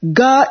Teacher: Ga is pronounced one small syllable. This syllable or the letter is chanted downward.